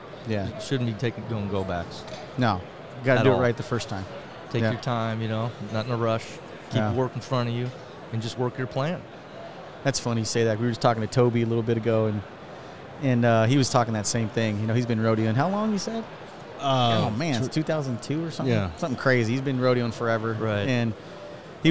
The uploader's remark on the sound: This Episode was recorded live at the 2022 International Lineman's Rodeo Expo.